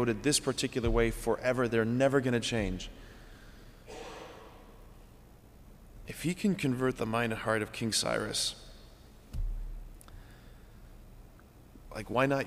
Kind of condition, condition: setting, large echoing room